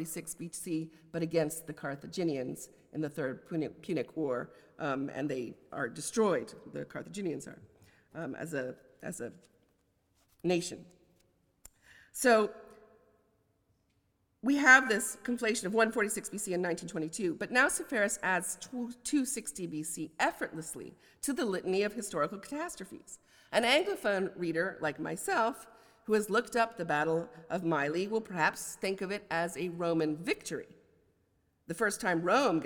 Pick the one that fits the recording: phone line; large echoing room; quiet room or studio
large echoing room